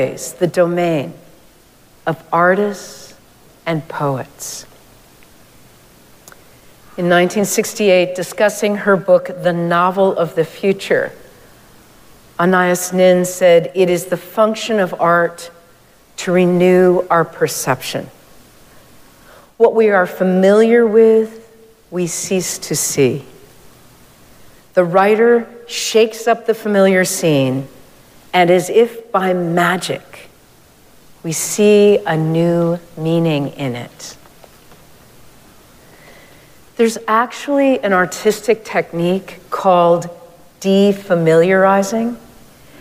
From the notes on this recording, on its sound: Recorded live at Arlington Street Church.